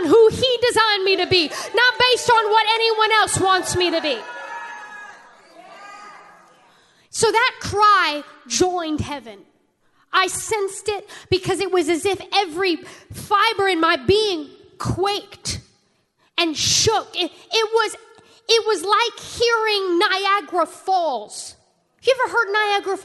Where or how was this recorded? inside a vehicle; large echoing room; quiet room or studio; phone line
large echoing room